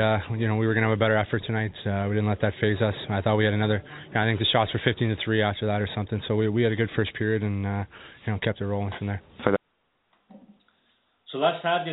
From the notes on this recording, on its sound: we take your phone calls